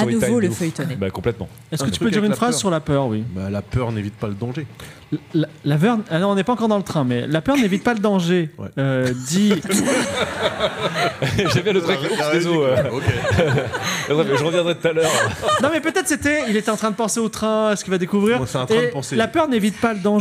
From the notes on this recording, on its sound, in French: Enregistré en public à la BPI à Paris le 26/06/2023 diffusé en direct sur Twitch et retransmis ici en podcast.